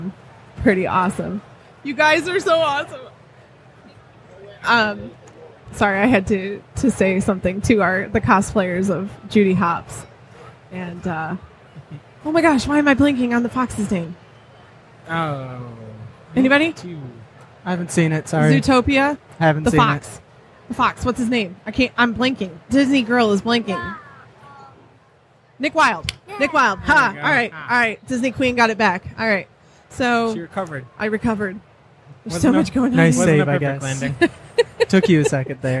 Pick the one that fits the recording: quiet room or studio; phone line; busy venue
busy venue